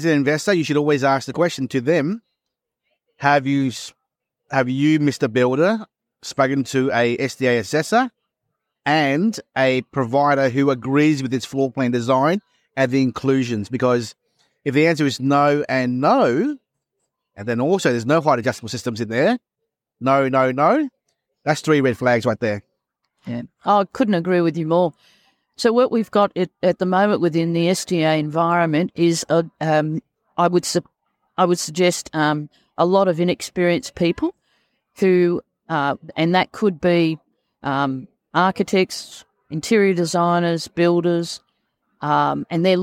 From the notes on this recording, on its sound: Was recorded live at the event. Brisbane Care Expo (Sep 2022). Speaks with a few different exhibitors.